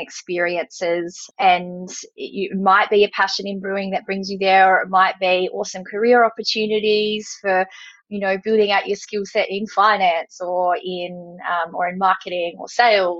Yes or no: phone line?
no